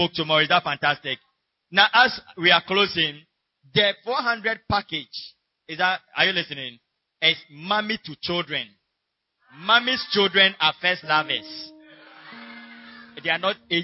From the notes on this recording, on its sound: Preached At Gathering Service, UHAS